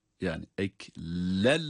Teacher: Burada idgam bilahunne olması sebebiyle tenvini lama idgam ediyoruz.